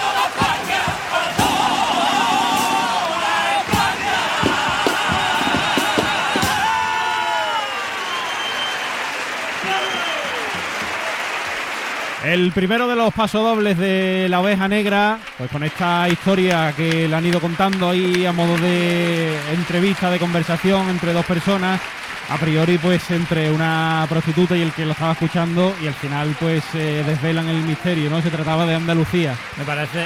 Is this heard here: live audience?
yes